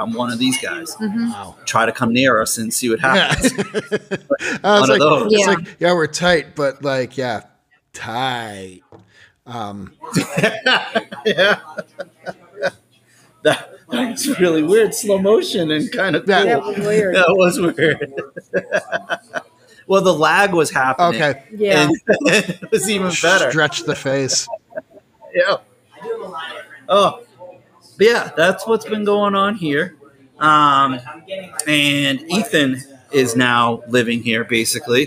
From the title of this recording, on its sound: Half Live From Liars Bench